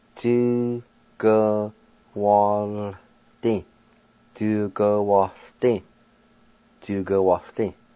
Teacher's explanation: Before I pronounce it, let me mention that the I with the L toward the end of the word will be silent, and also there's kind of a faint H sound right before the L toward the end of that word